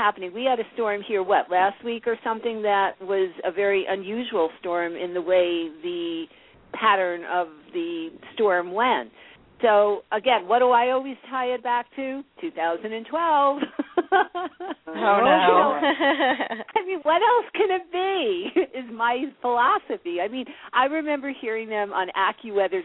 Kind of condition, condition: link, phone line